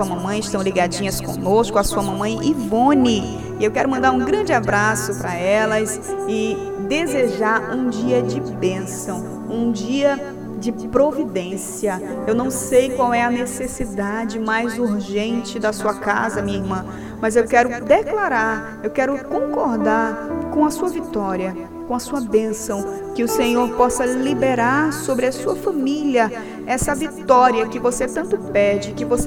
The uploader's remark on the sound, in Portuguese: Programa gravado ao vivo na cidade de Manaus - AM, em 02/08/22